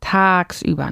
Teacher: Con la A larga y la G que suena como una K